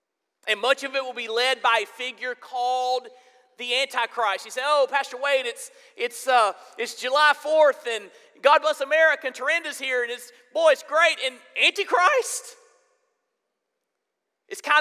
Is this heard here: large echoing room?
yes